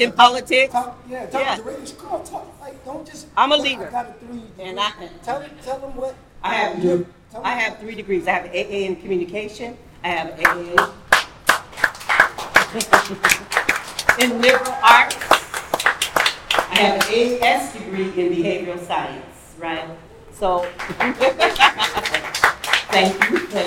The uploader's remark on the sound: "Live Anniversary Show". The second instalment to our anniversary special, live from Downtown Vancouver.